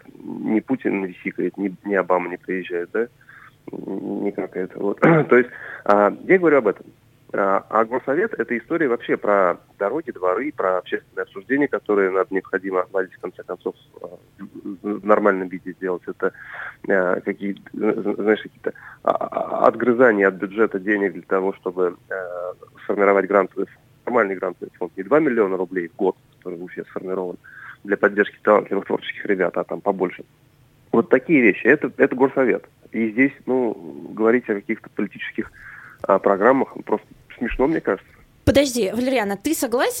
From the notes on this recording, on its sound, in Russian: По телефону